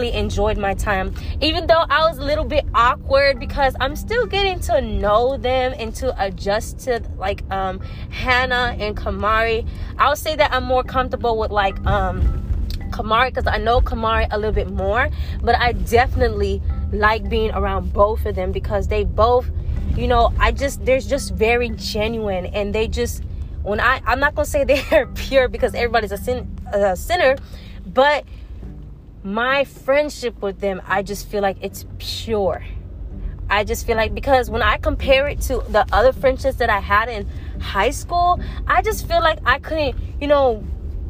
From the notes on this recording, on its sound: I am driving in the car while recording so be aware of background noise!